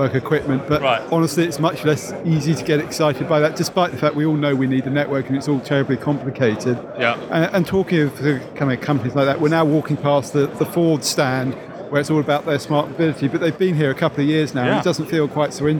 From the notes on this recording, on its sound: Head to Mobile World Congress and report live from a very noisy show floor. Live at Mobile World Congress. Report live from a very noisy show floor, including visits to ZTE, Huawei, LG, Microsoft and HTC's stands.